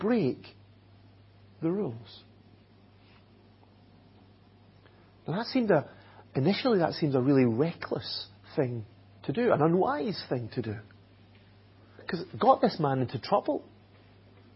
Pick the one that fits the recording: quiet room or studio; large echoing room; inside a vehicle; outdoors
large echoing room